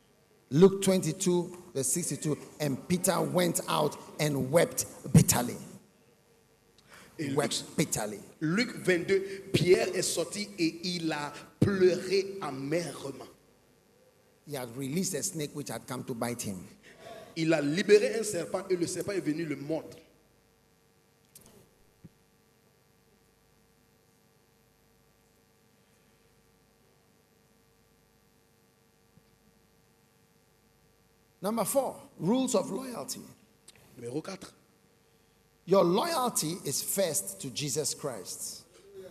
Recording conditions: large echoing room